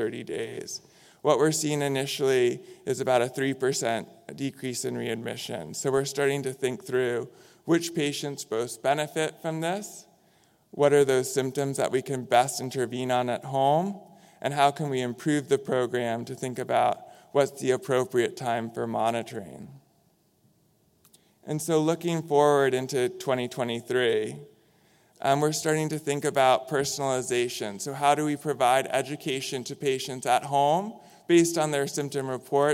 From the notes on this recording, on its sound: In this session recorded at DPHARM 2022